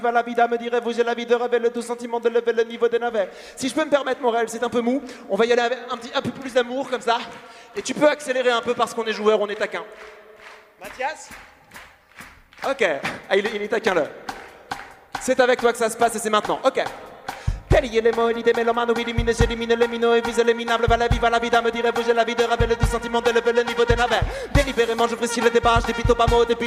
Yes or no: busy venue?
yes